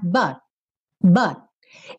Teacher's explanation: Eu cheguei a botar a língua no céu da boca, onde eu faço o T, mas eu nem fiz o T, T, o som mesmo, tá?